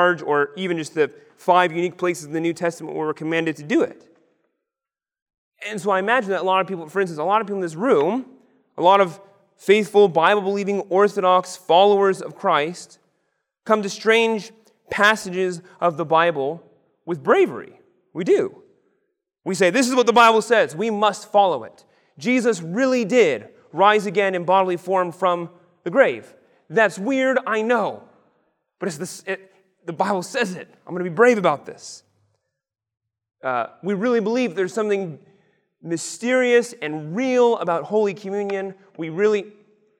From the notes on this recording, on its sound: Lecture on the kiss of peace given at the 2023 Theopolitan Ministry Conference.